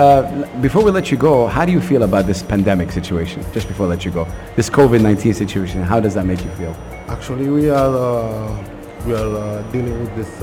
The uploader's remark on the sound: Live from Zero 6 Mall.